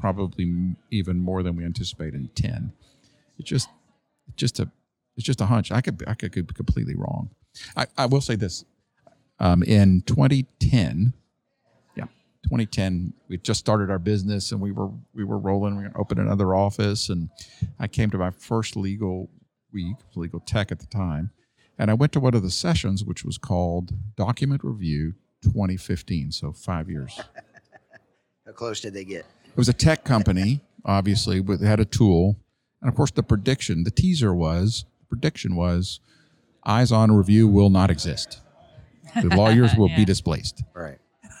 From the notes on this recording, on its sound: Legal Week 2024 Special Part One. Recorded live from the bustling environment of the 2024 Legal Week conference in New York.